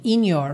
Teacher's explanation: Aí do in pro your, juntou com N mesmo.